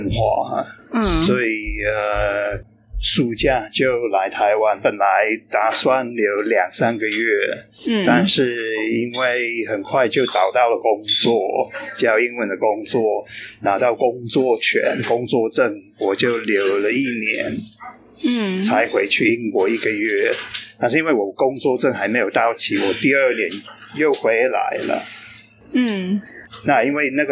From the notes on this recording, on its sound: This interview was recorded in a cafe so the audio quality isn't as good as usual. PS, 這集訪問是在外面錄的，所以音質沒那麼好. Special thanks to 存憶 Cafe Bar for letting us record there.